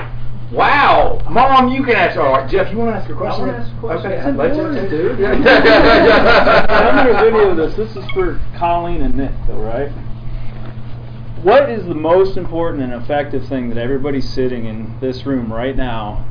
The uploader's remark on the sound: Frannys Farm Panel Q&A